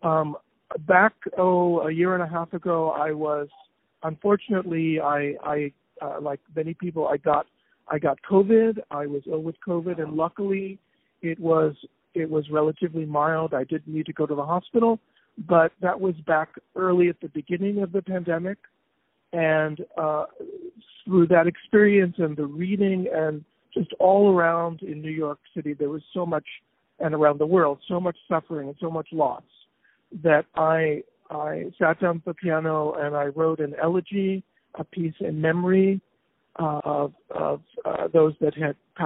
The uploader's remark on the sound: On the phone